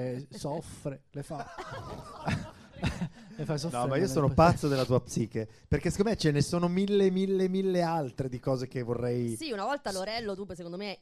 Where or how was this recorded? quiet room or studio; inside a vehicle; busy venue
busy venue